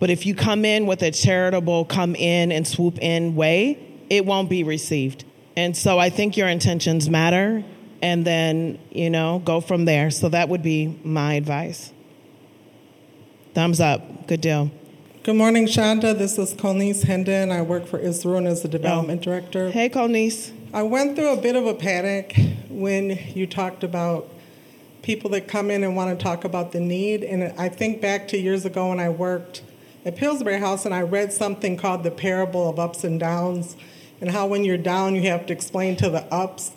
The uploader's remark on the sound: Live conversation at the Minnesota Council of Nonprofits’ 2022 Annual Conference.